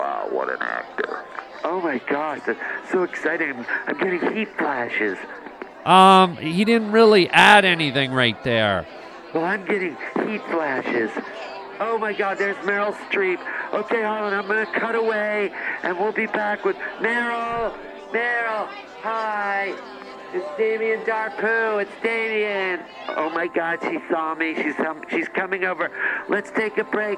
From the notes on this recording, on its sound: reports live from the Oscars.